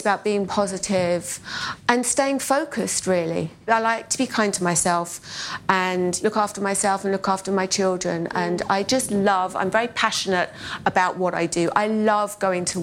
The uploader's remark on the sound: In the final session of BoF’s annual gathering